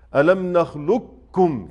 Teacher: أدغم القاف في الكاف إدغاما محضا، لا تبقى للقاف باقية · Term: الإدغام الكامل